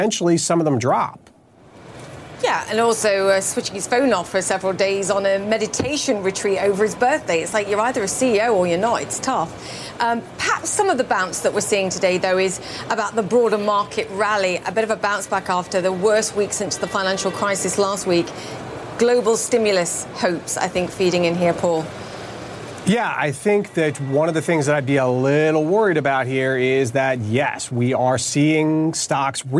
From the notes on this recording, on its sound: live from the New York Stock Exchange